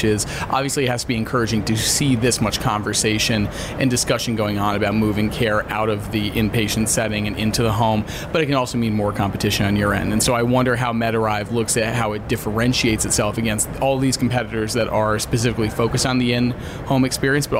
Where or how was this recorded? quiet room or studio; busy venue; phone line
busy venue